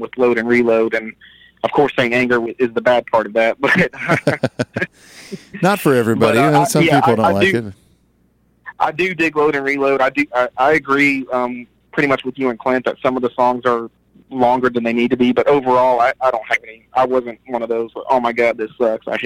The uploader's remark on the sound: Metal Tales From The Road (Louisville, KY). Gets on the phone.